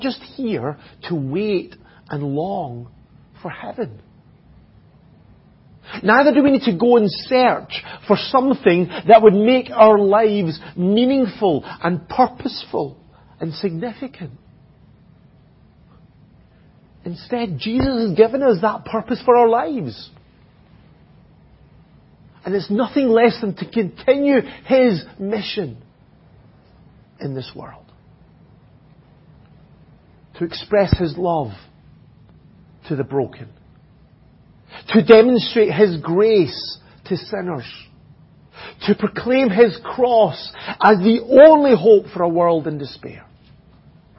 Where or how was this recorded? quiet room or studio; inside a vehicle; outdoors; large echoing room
large echoing room